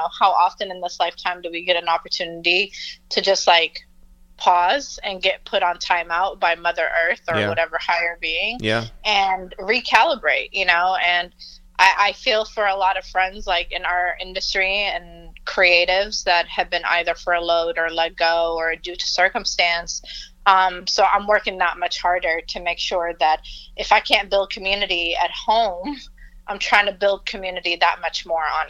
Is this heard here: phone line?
yes